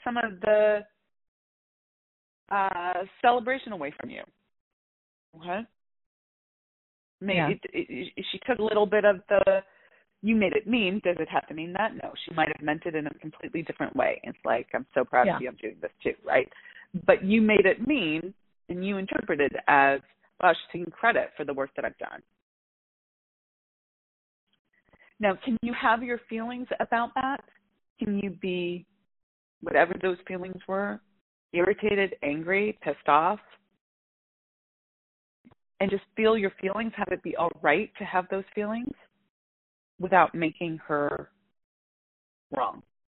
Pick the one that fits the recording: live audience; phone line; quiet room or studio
phone line